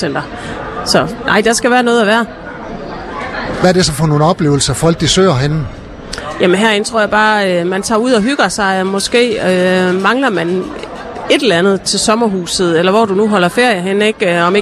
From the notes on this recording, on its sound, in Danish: LIVE Sommerby Hjørring - Metropol Shoppingcenter. På grund af vind og vejr var Skaga FMs Live fra Sommerby Hjørring for en enkelt dag rykke indendørs i Metropol Shoppingcenter.